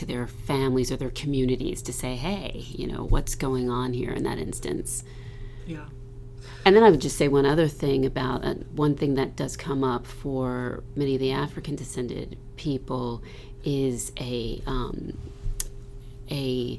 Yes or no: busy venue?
no